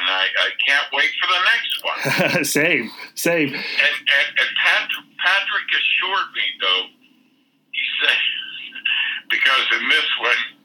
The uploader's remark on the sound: This week we got a surprise phone call